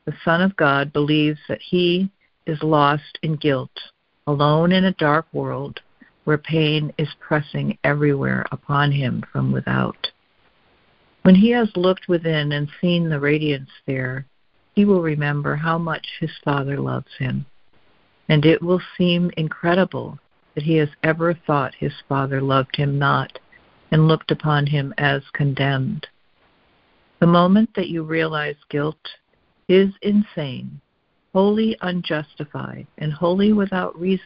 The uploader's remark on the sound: ACIM Daily Conference Call.